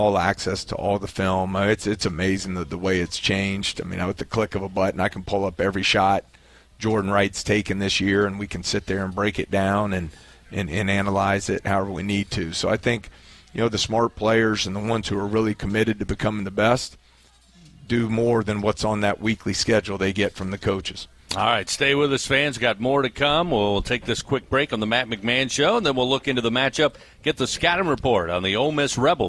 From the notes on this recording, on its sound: Radio call-in show. Aired live from TJ Ribs on Acadian Thruway.